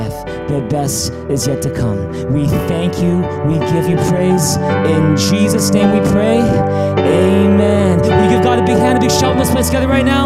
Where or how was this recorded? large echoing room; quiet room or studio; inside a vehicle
large echoing room